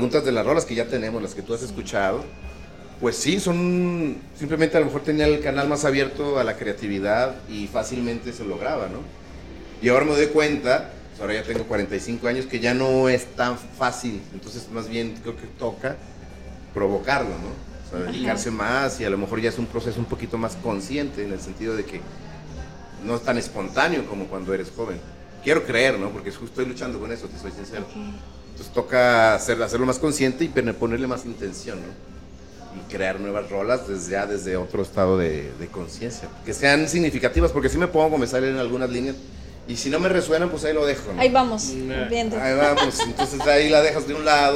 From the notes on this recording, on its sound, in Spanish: En vivo desde Jamaica Records